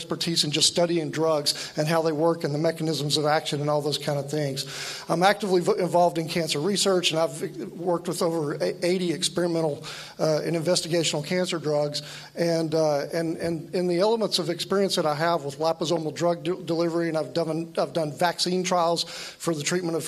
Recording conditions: live audience